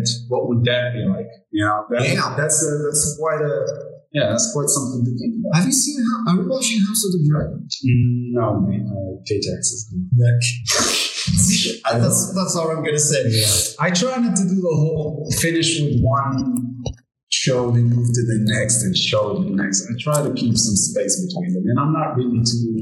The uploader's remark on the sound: We do kind of apologize for the sound quality, we are trying our best on a zero budget.